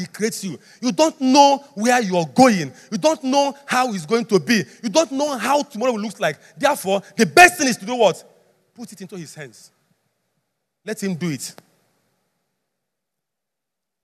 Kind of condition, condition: setting, large echoing room